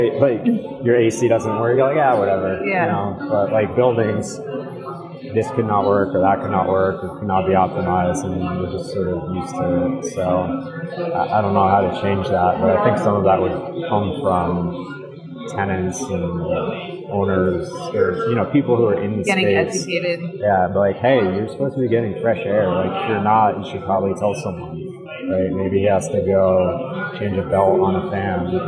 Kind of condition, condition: setting, busy venue